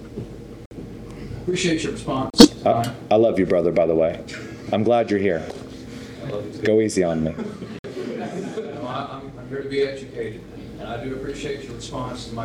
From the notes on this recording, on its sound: questions and comments from the audience